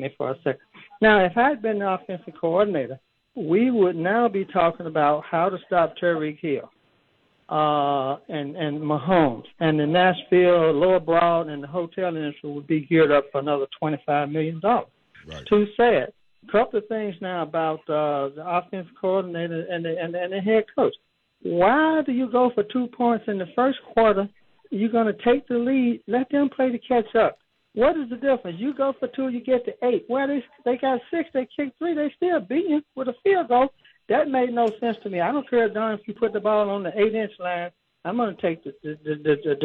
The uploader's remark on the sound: rapid fire phone calls